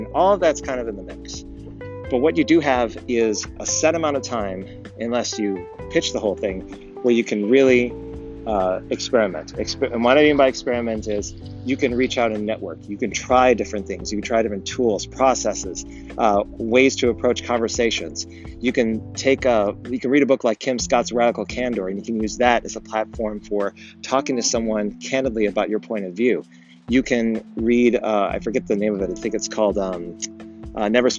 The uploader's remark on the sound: We’re trying something new this week, where were giving the Anchor podcast app a try. No edits and using EarPods, it sounds like I’m talking through a tunnel. I apologize for the audio quality, and I’ll try talking directly in the phone next time.